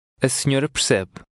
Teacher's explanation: the initial a is pronounced very lightly